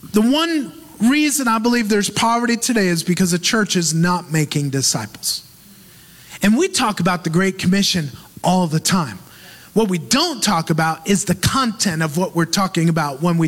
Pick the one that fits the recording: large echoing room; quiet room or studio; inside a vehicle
large echoing room